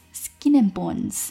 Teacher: Skin.爆破音 s 跟爆破音 k 这两个音相连， k 会转换成 g， skinskin，不要读 skin，ok， your skin andbones， your skin andbones， skin 和 and 可以连读，而 and 的跟后面这个 b 两个爆破音相连，所以这个 d 会失去爆破。